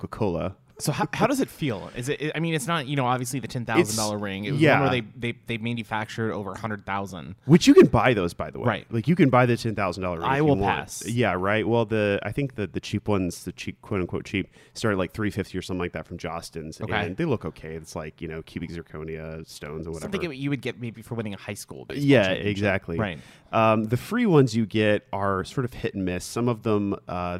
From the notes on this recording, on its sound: in a live recording at Baileson Brewery